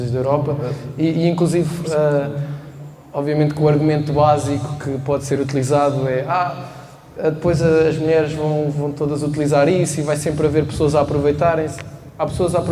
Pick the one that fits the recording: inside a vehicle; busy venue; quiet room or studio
busy venue